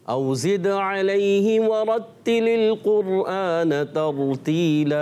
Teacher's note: آپ نے را کو تھوڑا سا پر بھی رکھنا ہے